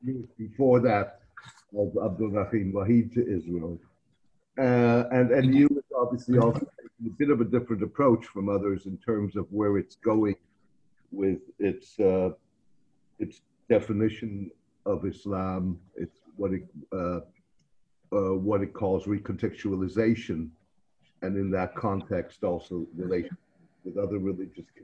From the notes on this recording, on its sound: This public talk was conducted online via Zoom on 2 October (Friday), from 9.00am to 10.30am (SGT).